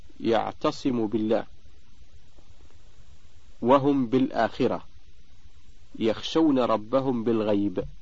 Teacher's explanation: الحكم الأول الإخفاء الشفوي، وله حرف واحد وهو الباء، فإذا وقعت بعد الميم الساكنة ولا يكون ذلك إلا في كلمتين جاز الإخفاء ويسمى إخفاء شفويا ولا بد معه من الغنة